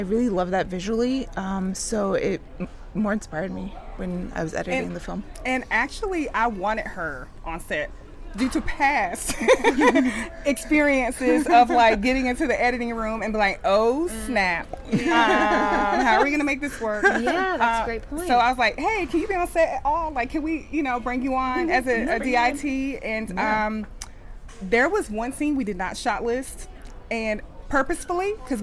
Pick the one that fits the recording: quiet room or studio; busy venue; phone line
busy venue